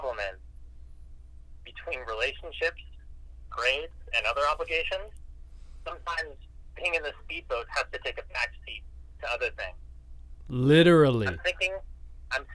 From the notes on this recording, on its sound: While recording this episode, they get a spontaneous accidental phone call